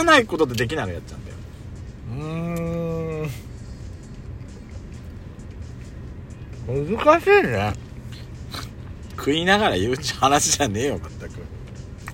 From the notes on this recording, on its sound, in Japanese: パーキング収録